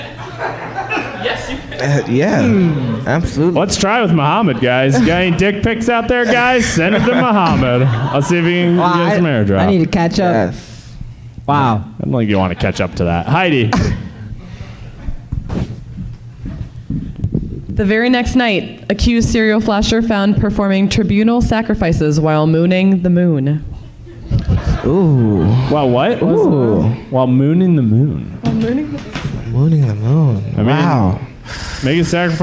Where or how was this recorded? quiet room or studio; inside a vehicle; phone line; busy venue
busy venue